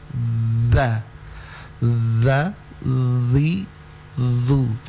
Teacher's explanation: Jadi dia makhrajul hurufnya di belakang gigi seri atas.